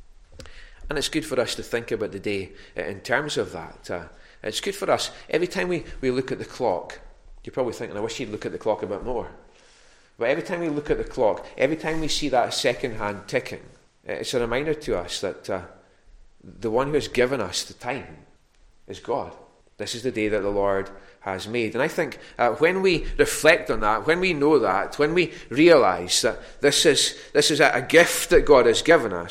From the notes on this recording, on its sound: recorded at North Harris Free Church